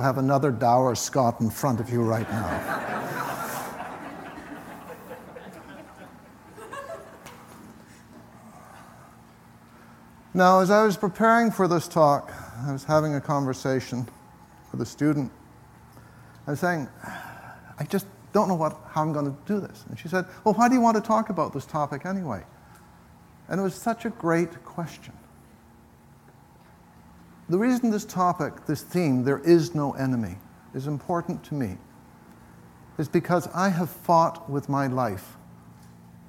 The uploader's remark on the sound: This week’s episode is taken from the recent Buddhist Geeks Conference